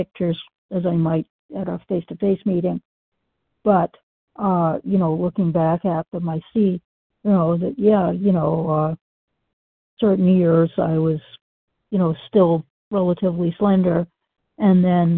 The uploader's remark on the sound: the 100 Pounders Phone Meeting